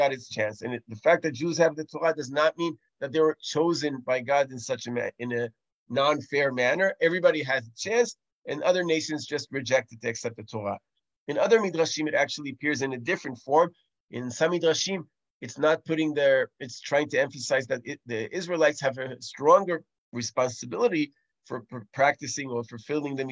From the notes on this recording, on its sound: This audio was originally captured from Zoom.